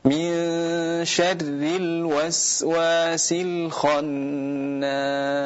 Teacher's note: huruf sin dia di antara sifatnya adalah rakhawah, yaitu mengalirnya suara. S itu pula dalam pengucapannya harus dialirkan.